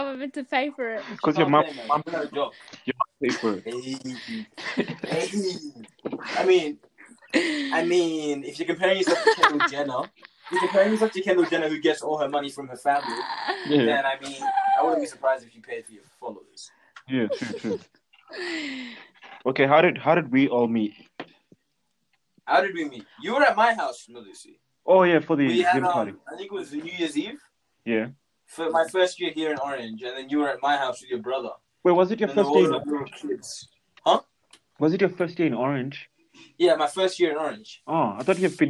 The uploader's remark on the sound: Audio ain't great.